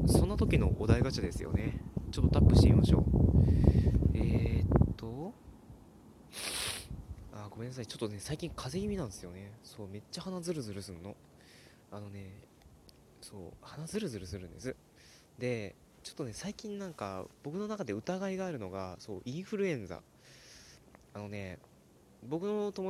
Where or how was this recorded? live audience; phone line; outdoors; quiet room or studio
outdoors